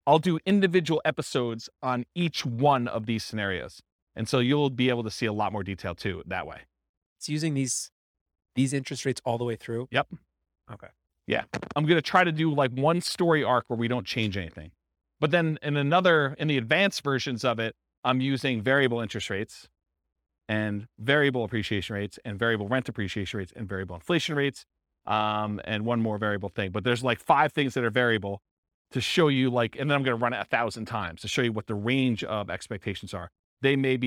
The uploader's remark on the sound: This was a live class recorded